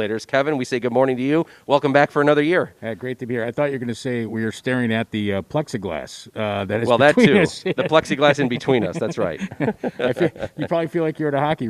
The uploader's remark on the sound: The gang is live from Glen Oak Golf Club!